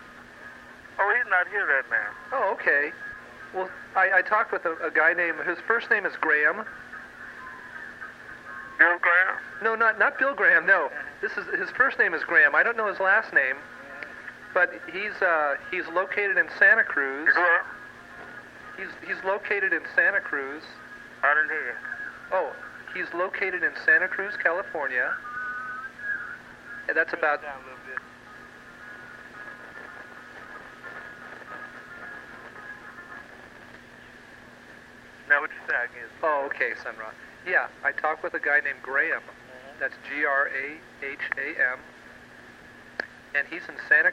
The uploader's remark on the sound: Phone call